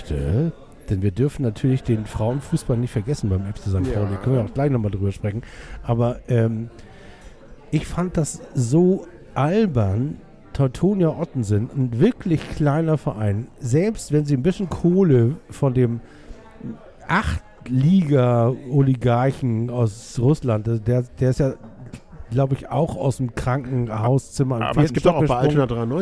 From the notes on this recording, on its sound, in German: Live aus er Taverna Plaka in der Schanze.